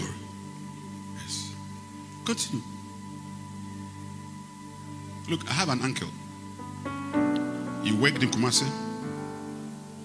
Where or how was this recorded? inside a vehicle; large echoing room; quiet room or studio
large echoing room